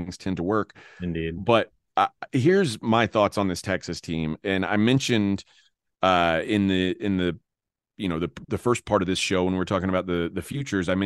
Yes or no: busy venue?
no